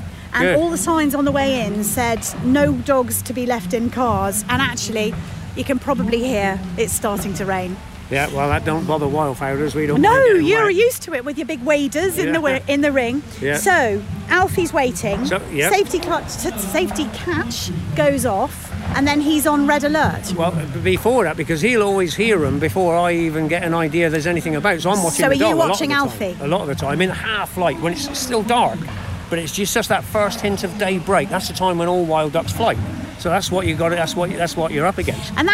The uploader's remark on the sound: Alfie the water-fowl retriever performs at Hampshire Country Sports Day 2023. This lively interview was recorded at the Country Sports Day 2023 at Bereleigh, East Meon.